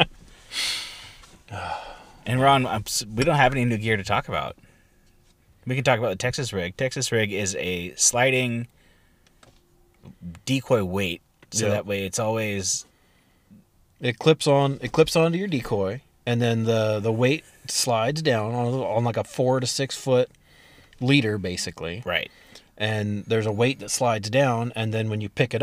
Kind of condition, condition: setting, inside a vehicle